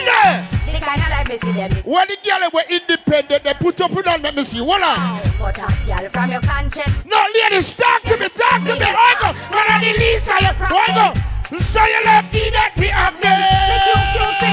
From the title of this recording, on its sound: LIVE AT STRIPPER FEST NOV.10TH 2023